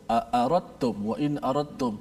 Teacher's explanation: apabila huruf dal mati bertemu dengan ta maka dal itu kena idghamkan ke dalam huruf ta